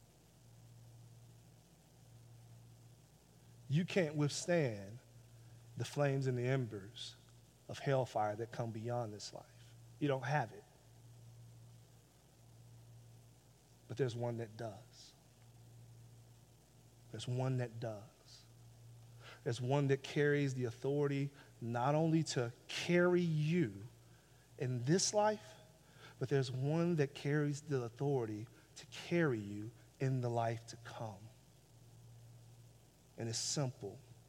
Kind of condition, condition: setting, large echoing room